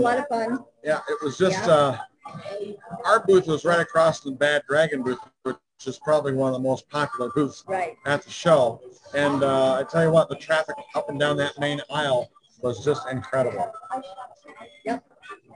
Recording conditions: poor sound quality